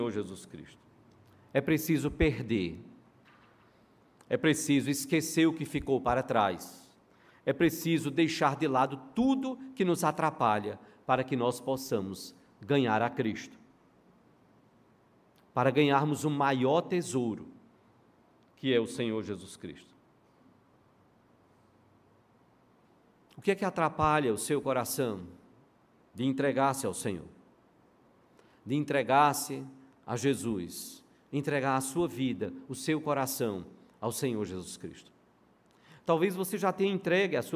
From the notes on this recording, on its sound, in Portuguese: no culto presencial e transmitido ao vivo